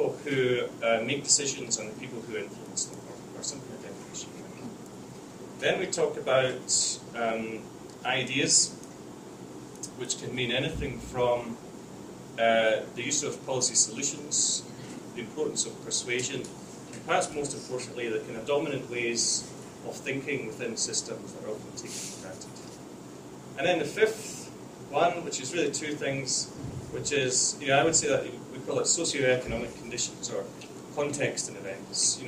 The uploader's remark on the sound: lecture and Q&A at the School of Public Affairs, University of Colorado Denver